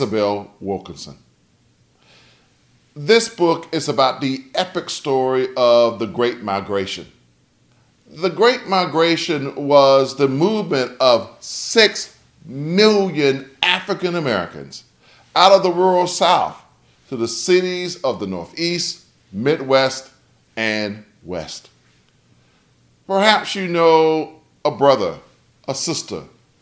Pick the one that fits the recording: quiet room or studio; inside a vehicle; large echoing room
large echoing room